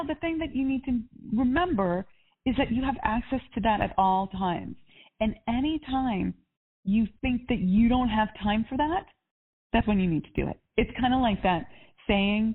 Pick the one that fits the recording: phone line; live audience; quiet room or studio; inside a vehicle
phone line